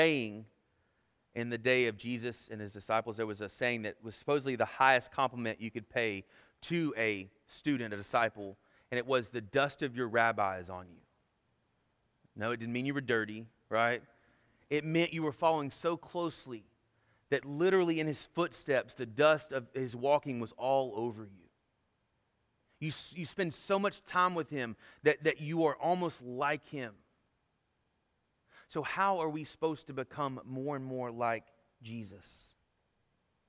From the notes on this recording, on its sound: Sermon Audio from our Worship service